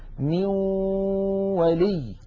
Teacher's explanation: لاحظوا بأن الجزء اللساني في النون انعدم وتحول إلى واو، وأن الغنة قد بقيت · Term: الإدغام بغنة